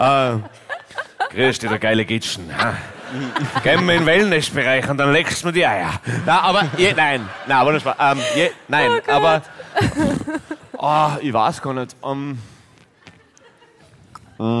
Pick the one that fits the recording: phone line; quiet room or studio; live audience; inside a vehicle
live audience